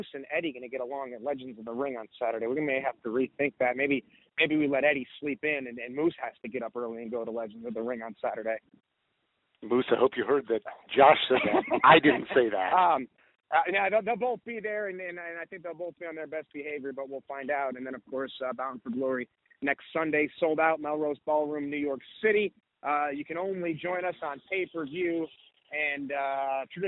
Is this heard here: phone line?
yes